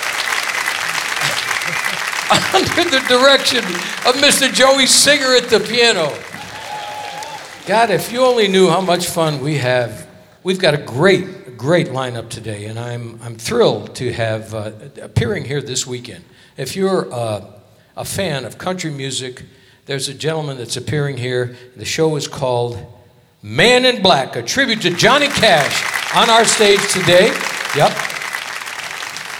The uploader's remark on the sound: Live at the South Point Casino